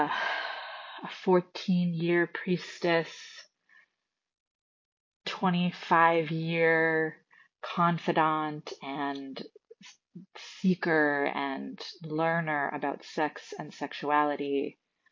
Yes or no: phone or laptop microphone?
no